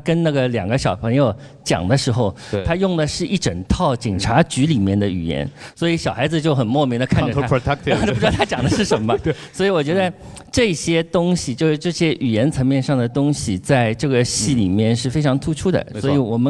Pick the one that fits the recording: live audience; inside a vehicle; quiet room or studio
live audience